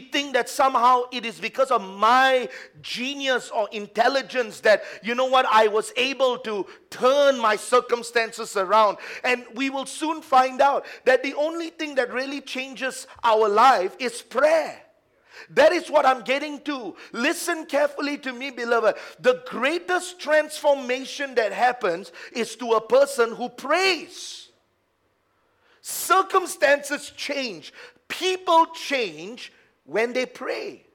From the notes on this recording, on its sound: A message preached during our Tuesday service